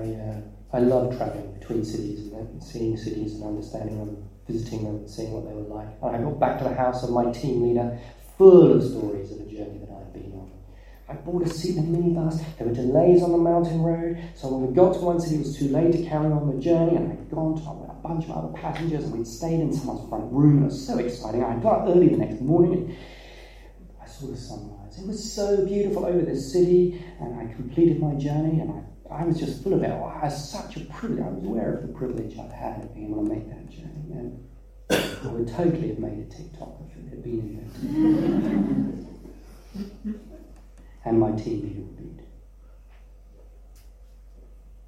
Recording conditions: poor sound quality